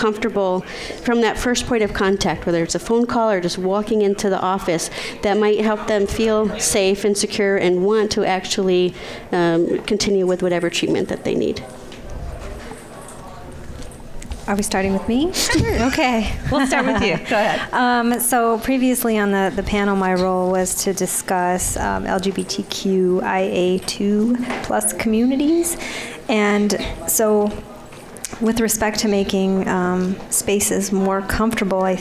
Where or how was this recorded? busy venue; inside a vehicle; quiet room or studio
busy venue